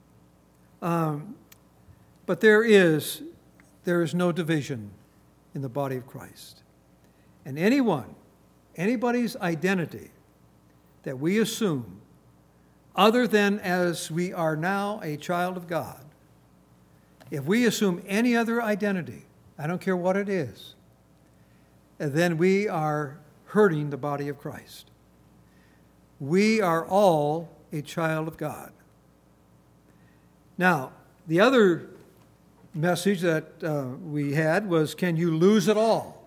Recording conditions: large echoing room